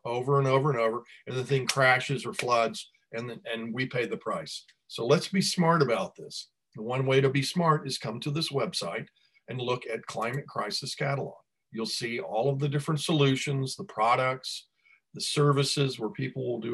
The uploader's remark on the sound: Delivers zoom talk #2.